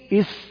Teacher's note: يعني من طرف اللسان مع أطراف الثنايا السفلى أو ما بين الثنايا العليا والسفلى قريبة إلى السفلى، هذا هو مخرج حرف السين والصاد والزاي.